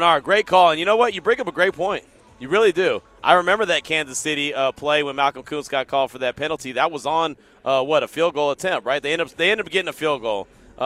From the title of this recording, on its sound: LIVE FROM NBA SUMMER LEAGUE